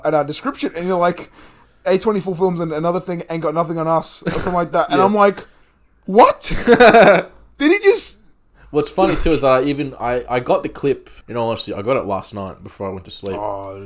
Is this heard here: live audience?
no